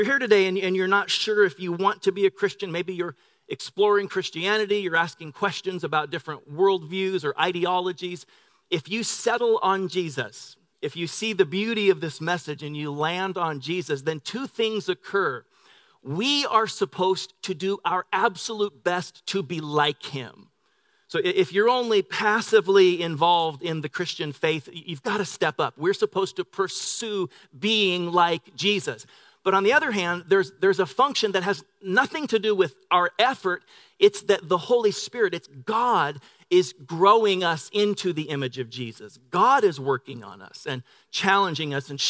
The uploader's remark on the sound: Delivered on 25 November 2018 at Grace Church of La Verne. Delivered on 25 November 2018 at Grace Church of La Verne.